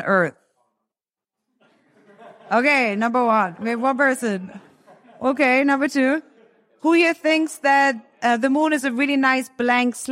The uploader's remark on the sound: This episode that was recorded live at the first ever Foresight gathering in Europe, Berlin.